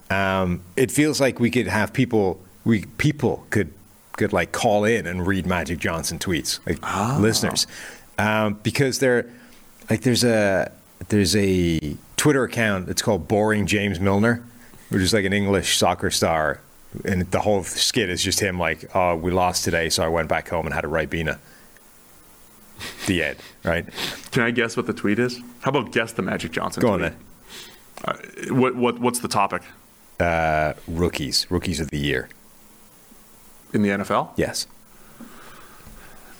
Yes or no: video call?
no